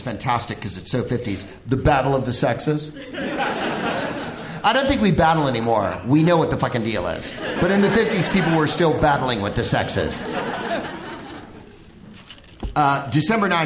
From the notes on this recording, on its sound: Live from the Bell House in Brooklyn